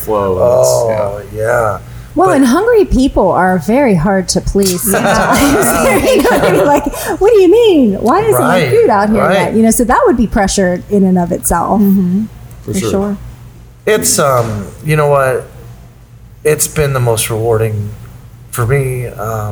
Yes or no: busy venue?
yes